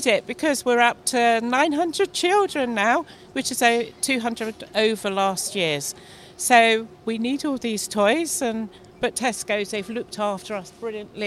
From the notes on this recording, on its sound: live at PATCH Toy Appeal, Tesco, Hwest 1-2pm Fri 29th Nov